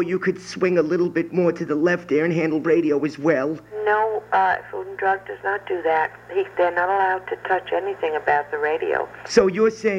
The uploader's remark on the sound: Prank Phone Calls